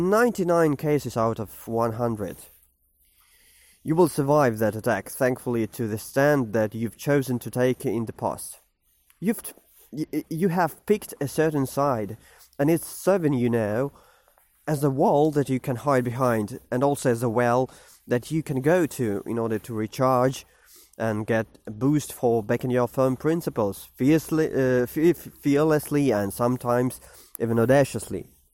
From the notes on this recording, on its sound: while walking to a coffeeshop before work in the morning